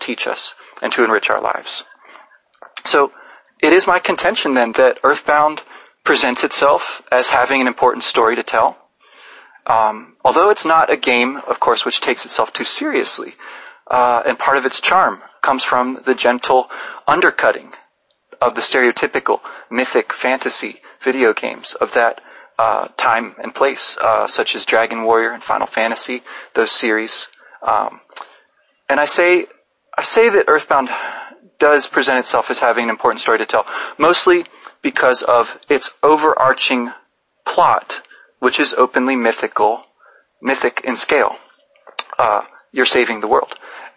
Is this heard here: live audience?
no